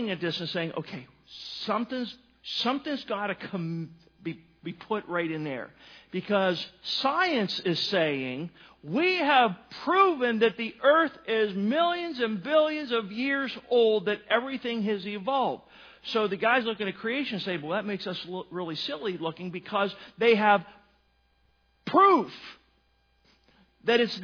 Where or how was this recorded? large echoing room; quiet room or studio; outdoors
large echoing room